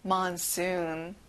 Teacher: 앞에가 아니라 뒤에 U 발음을 길게 하셔야 돼요.